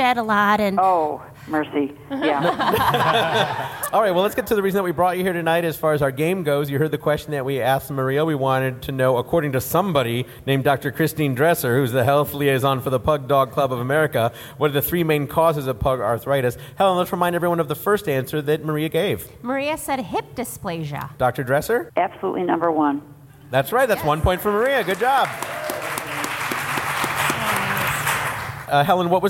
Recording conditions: busy venue